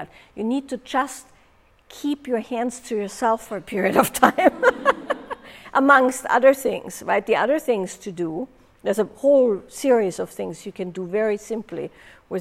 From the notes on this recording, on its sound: live with participants from a recent in-person event